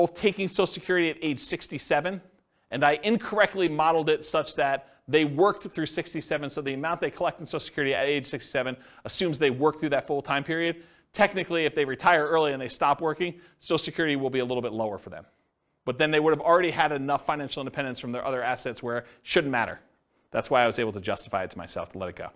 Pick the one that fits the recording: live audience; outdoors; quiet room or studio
live audience